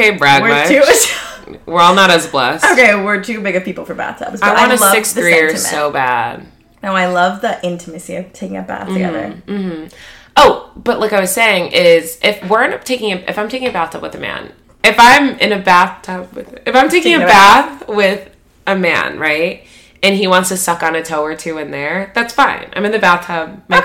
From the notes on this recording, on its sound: It's also full of belly laughs directly into the mic. In person girl chat.